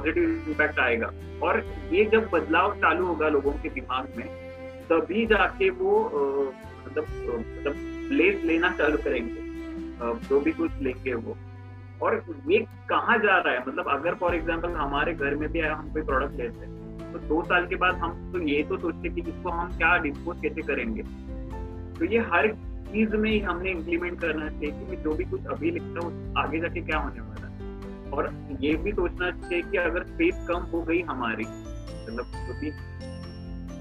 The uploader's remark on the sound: interactive session over zoom